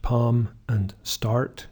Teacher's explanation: You may feel you want an R in start, start. And in accents like American accents, where the R is pronounced after a vowel, these two words will be different